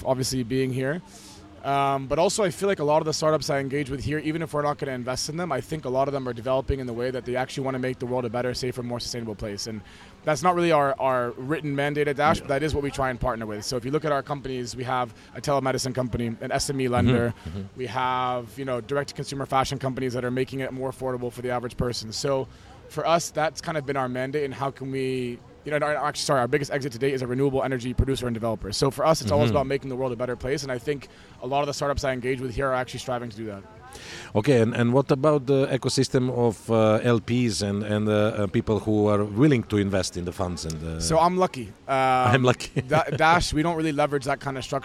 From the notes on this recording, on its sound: The Change Officer Podcast is coming to you from the Step Conference in Dubai Internet City.